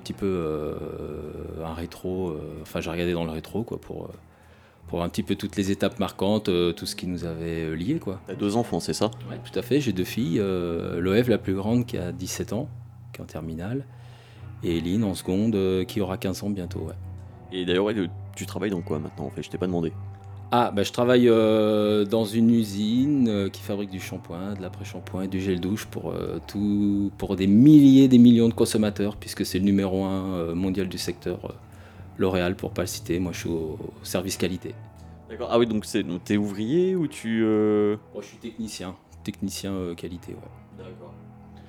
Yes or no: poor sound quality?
no